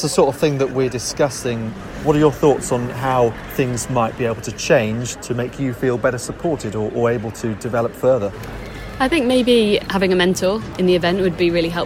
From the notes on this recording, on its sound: Recorded at the Combined Events Indoor Championships in Sheffield